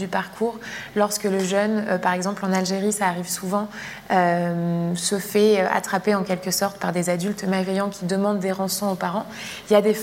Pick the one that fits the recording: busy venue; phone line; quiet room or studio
busy venue